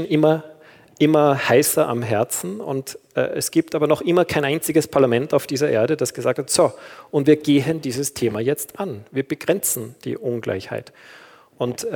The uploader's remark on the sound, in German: Ihr hört einen Vortrag. Der im Rahmen einer universitären Veranstaltungsreihe in der Theologischen Fakultät Innsbruck stattgefunden hat.